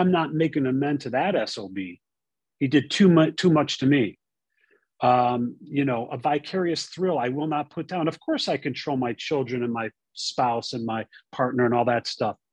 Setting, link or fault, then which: link, video call